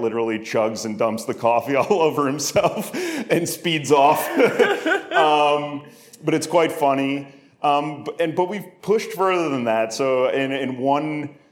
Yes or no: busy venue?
yes